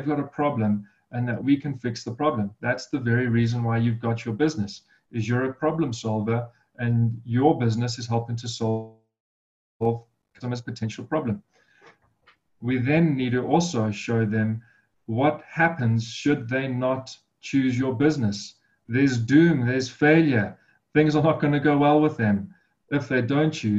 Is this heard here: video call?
yes